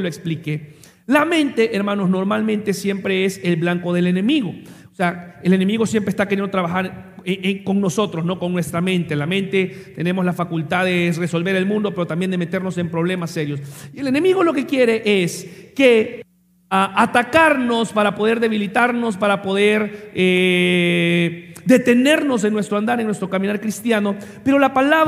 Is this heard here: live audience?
yes